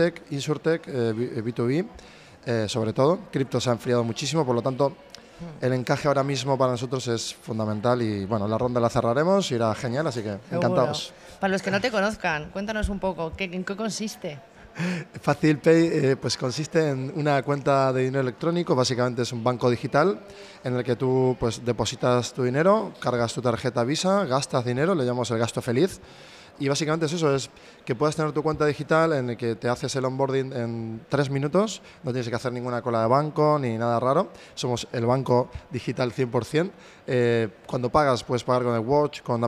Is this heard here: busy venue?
yes